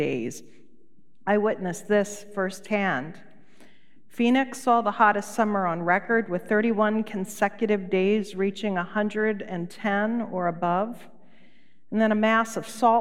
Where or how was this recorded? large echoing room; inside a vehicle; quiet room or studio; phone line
large echoing room